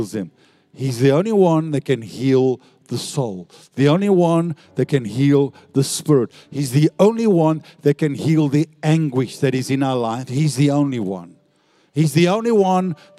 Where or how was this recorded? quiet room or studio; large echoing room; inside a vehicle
large echoing room